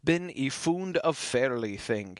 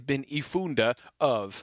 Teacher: I funde and of, they would just kind of slide together. · Shown in: first take · You wouldn't say bin I funde of. · Term: elided together